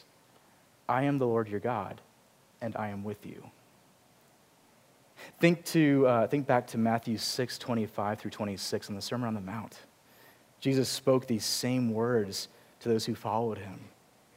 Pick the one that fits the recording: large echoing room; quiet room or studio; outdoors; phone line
large echoing room